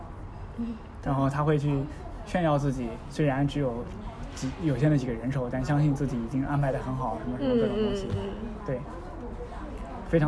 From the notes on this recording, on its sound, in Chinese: 本期是在餐厅录制，希望你成为坐在我们隔壁的另一桌客人